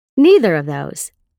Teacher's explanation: the preposition of is unstressed and blends with the words around it. The quantifier before and the noun after of are usually stressed. · The quantifier before and the noun after of are usually stressed. Of is often reduced to a when the next word begins with a consonant sound. · Term: Reductions in quantifier phrases